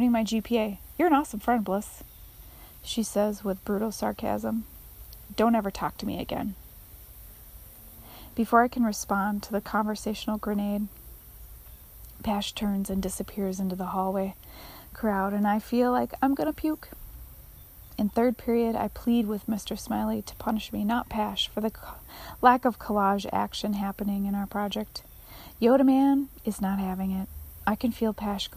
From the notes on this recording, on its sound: I’m on my patio and you will here lots of ambient noises.